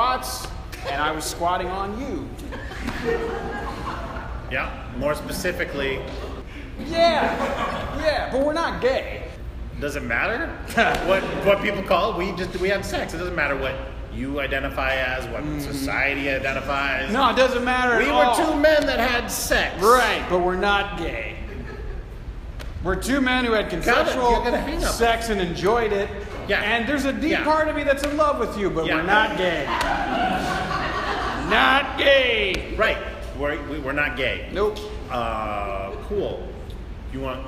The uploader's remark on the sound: LIVE uncensored episode recorded at The Establishment in Rock Island, IL! In front of a truly enthusiastic and fun crowd.